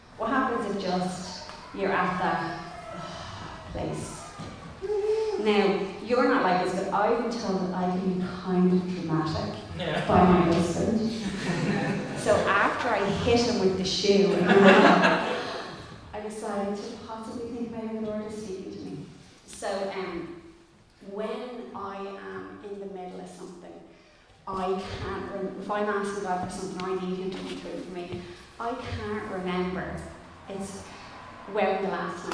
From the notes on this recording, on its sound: Recorded live in Liberty Church on 27 June 2021